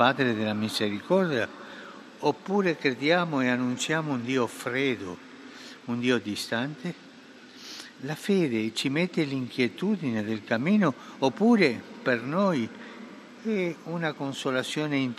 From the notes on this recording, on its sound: PETER'S SQUARE, RECITATION OF THE ANGELUS PRAYER